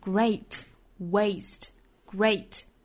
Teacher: 首先注意前面这个元音呢是双元音的 a 的发音